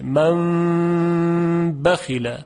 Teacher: من بخیل، نون قلب به میم میشه، من بخیل. منتها این میم میمی است که با غنه همراه به اندازه دو حرکت. البته بعضی گفتن که این میم میم خالص نیست، بلکه میم اخفا شده هست، و صحیح هم همینه. · Term: اقلاب